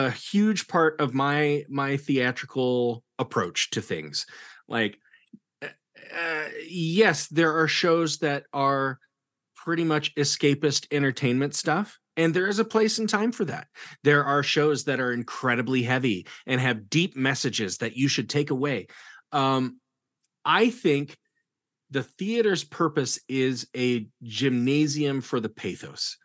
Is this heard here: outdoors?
no